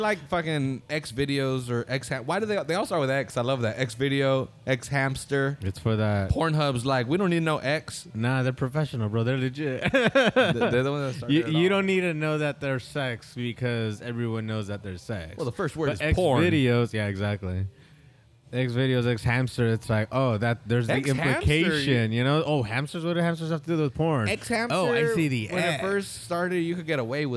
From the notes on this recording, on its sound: This episode was recorded back at our old recording space in XL Publichouse in Oldtown during the Parade of Lights festival. The rain stayed away long enough to keep everyone dry and the beer warmed us up.